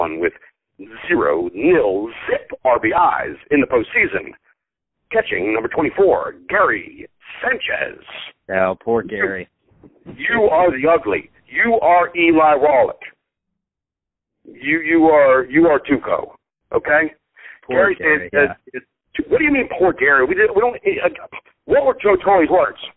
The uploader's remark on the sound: Live from Bally's in Atlantic City. Joins us live from Atlantic City over the phone (we apologize for the audio quality in advance).